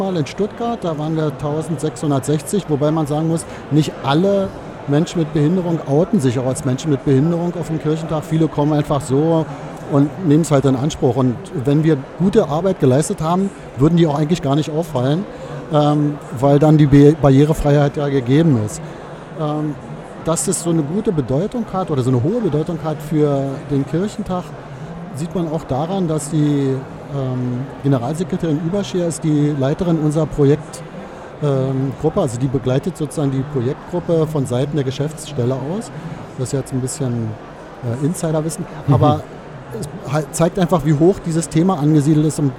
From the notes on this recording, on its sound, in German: live im Radio auf dem Kirchentag